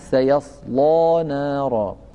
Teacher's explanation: تفخيم اللام، ويتعين عليه عدم إمالة الألف بعدها